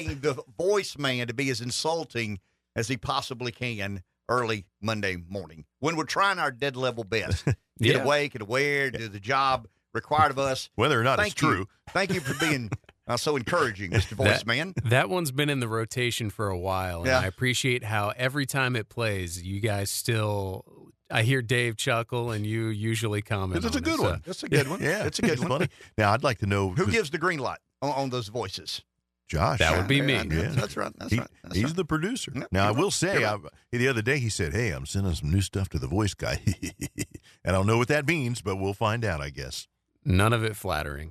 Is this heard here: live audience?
no